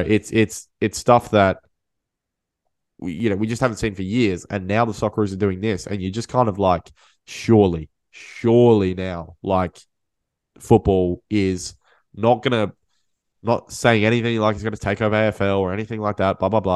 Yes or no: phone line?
no